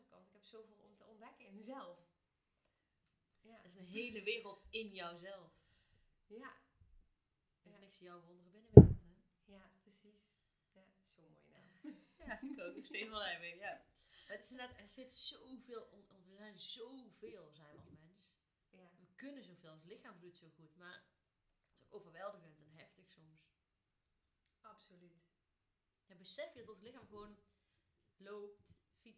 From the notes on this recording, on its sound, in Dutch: Het geluid van deze aflevering is heel zacht, dus raad ik je aan om hem met oortjes in of koptelefoon op te luisteren. Houd er dan wel even rekening mee dat zowel de intro als outro best hard gaat in verschil met de opname zelf.